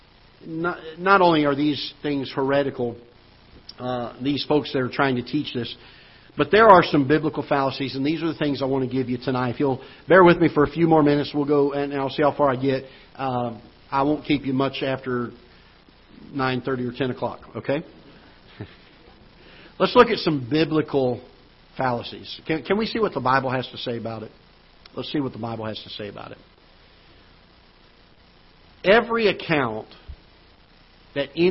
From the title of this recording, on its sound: Ketha Heights Baptist Church ~ Live Broadcast